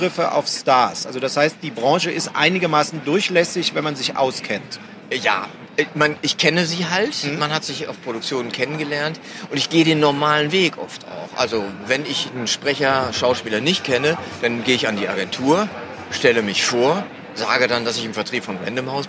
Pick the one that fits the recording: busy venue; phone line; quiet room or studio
busy venue